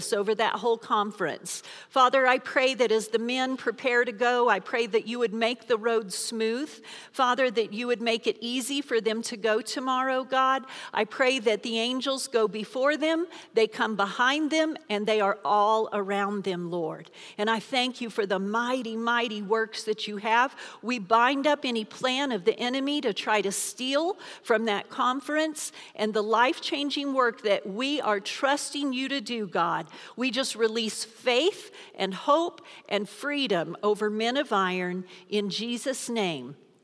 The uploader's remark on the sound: Recorded live during our Wednesday night service